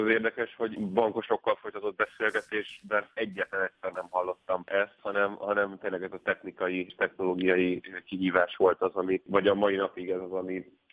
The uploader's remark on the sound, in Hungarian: telefonos vendégei